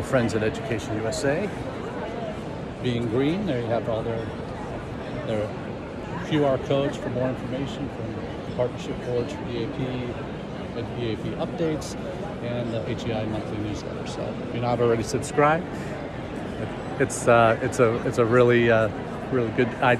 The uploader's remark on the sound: Our #intled #livechat comes to you this week from the #APAIE2023 Conference in Bangkok, Thailand. Over 2400 intl educators from across the world have come together to connect for partnerships and more.